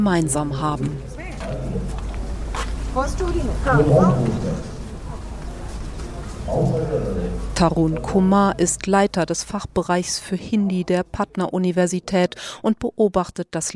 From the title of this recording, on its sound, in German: Reportage vom größten Literaturfestival der Welt im indischen Jaipur